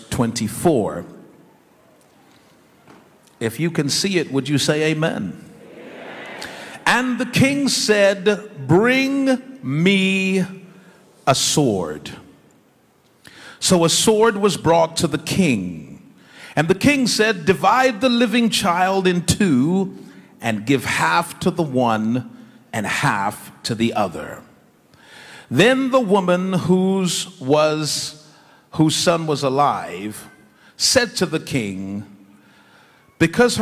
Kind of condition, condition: setting, live audience